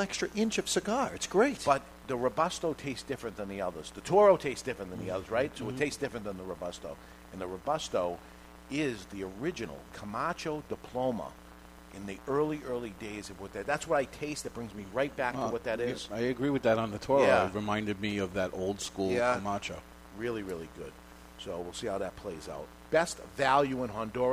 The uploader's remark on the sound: Live from Two Guys Smoke Shop in Salem, NH